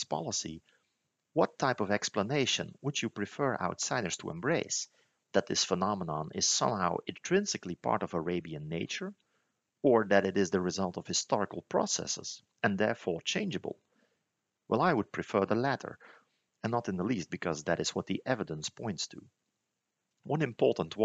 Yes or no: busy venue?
no